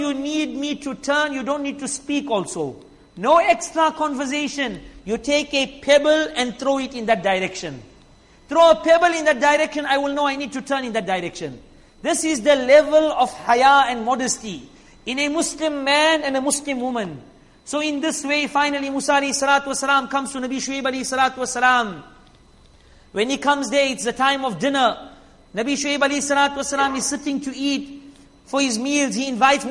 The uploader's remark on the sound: Jumuah lecture